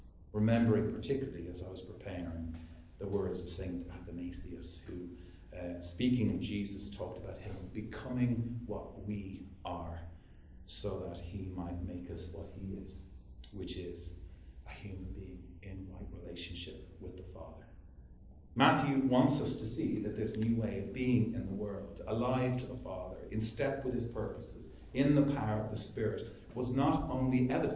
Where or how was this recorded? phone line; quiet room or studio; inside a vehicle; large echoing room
large echoing room